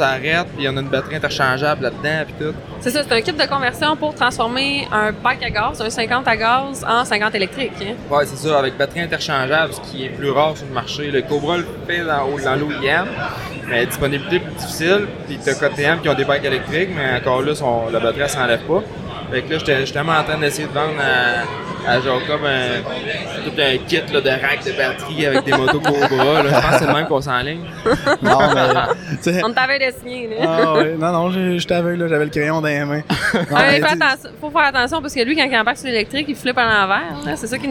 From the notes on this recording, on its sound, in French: Catch up LIVE de l'ExpoMoto Québec 2024. Une petite discussion à chaud en direct du Salon de la moto de Québec.